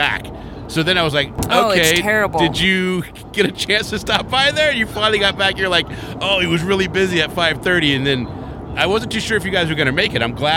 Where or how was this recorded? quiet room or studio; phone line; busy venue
busy venue